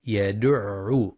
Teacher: ينتبه القارئ لبيان تشديد العين مع الضم في كلمة يدعو